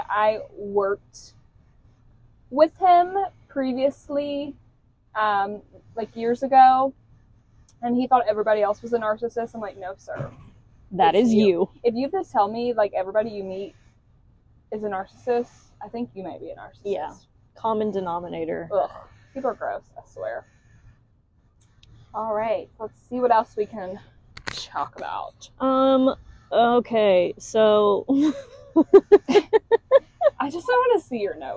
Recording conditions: poor sound quality